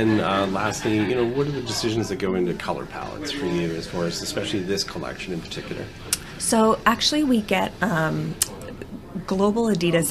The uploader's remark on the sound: recorded last week in Whistler, British Columbia at their Fleece Fairways global product launch